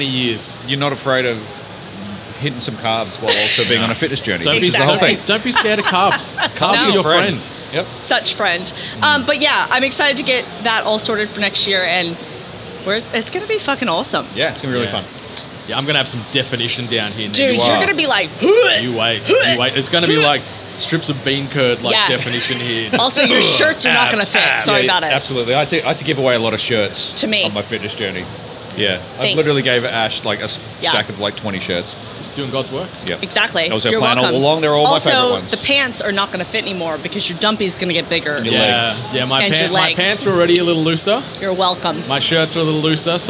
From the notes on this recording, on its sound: We talk all things Pax and all things snacks right from the Audio Technica booth on the Pax Aus show floor.